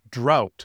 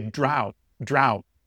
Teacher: in Canadian English, this O-U sound is a little bit shorter. · Shown in: first take